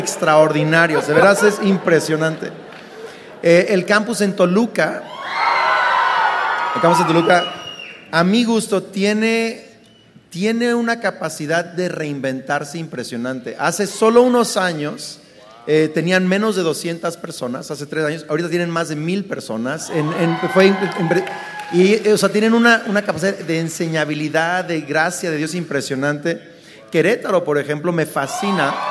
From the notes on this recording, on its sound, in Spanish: Esta conversación se grabo en vivo durante la conferencia efecto 2018.